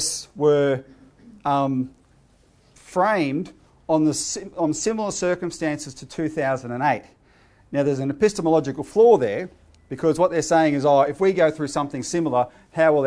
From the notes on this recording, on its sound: given at the CEC's Activist Conference, 26 February 2017